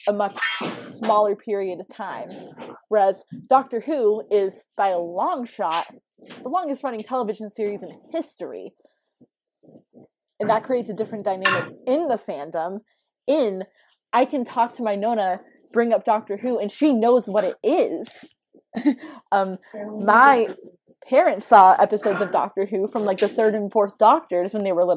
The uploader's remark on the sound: Please note that there is background noise in this episode, and some of the editing is choppy. Due to COVID19 our filming options were limited, and many of us live with big, busy, loud families.